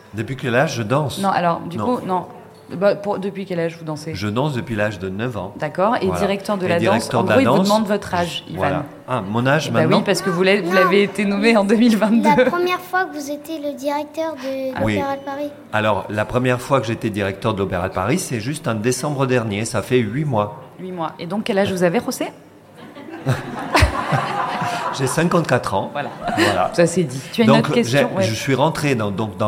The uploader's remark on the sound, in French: nous avons réalisé une émission en public et en direct